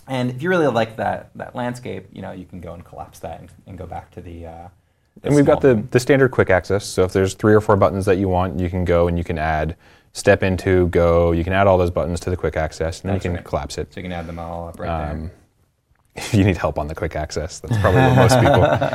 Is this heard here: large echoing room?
no